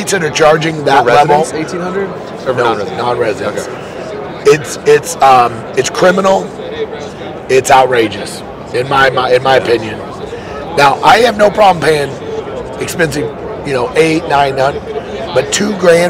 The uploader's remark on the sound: LIVE FROM HUNT EXPO VOL. 3. This is 3/4 of these live, in person podcasts from the Hunt Expo in Salt Lake City.